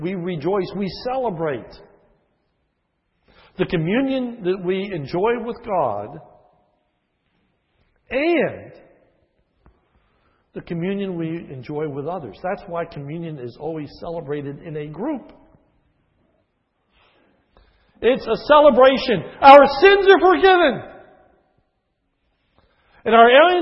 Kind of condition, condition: setting, large echoing room